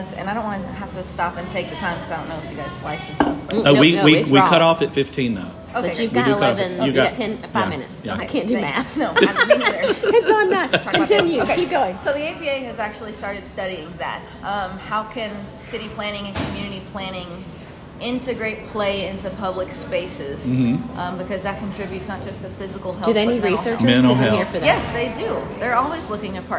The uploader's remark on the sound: We met for coffee and decided to record a podcast while having our warm beverage.